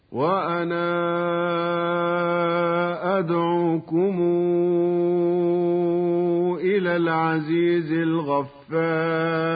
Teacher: أما ورش فالمد المنفصل عنده يمد بمقدار 6 حركات